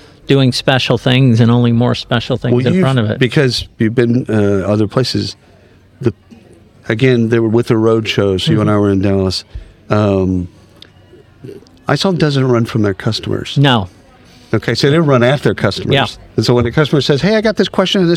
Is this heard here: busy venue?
yes